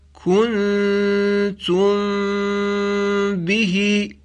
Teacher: صدای میم ساکن به صورت غنه، یعنی در حالی که صدا هم از ناحیه دهان و هم از ناحیه بینی شنیده میشد، صدای میم ساکن به میزان دو حرکت امتداد پیدا کرد. · Term: اخفا